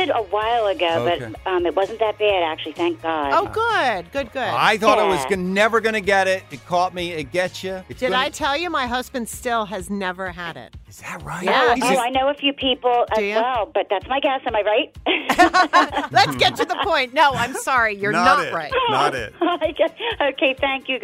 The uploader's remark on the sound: Listeners call in throughout the morning to share their outrageous stories from a lenient childhood.